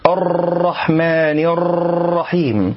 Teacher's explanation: المبالغة في تكرير الراء، وسبب ذلك أن الإنسان إذا بالغ في تكرير الراء فإنه يولد عدة راءات، فيقول الرحمن الرحيم، ونحن نريد راء مشددة لا نريد عدة راءات.